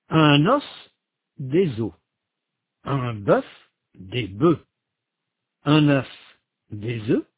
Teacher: la consonne finale ou semi-voyelle finale dans le cas de œil, prononcée au singulier, n'est pas prononcée au pluriel